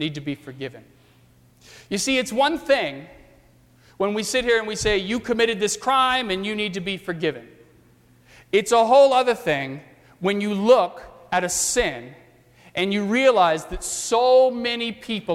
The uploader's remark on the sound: during the 9:30 AM service on Sunday February 4, 2018, at First Presbyterian Church of Arlington Heights, Illinois.